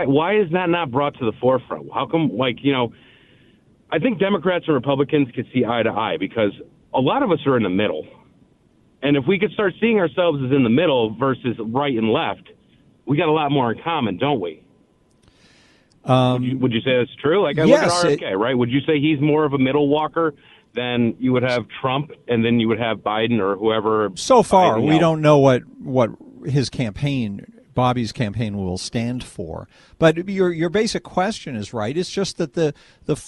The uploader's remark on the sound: we take phone calls